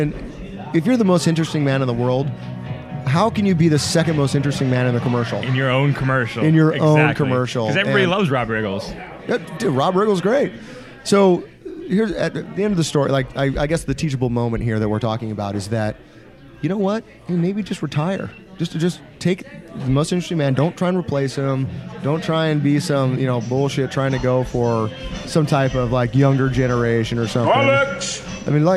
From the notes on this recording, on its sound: record live at O'Learys Tavern in Ventura for their 2018 Bar Olympics.